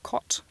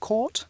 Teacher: Das ist in den USA homophon. Also die machen keine Unterscheidung in der Aussprache